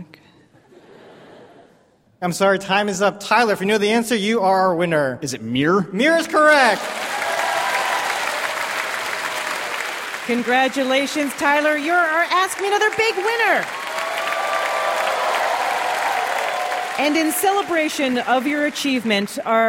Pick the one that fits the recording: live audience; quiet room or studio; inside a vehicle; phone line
live audience